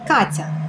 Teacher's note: the sound K is hard and not palatalized, because it's followed by the hard vowel R. However, T is soft and palatalized, because it's followed by the counterpart of the sound A, ya, Katya.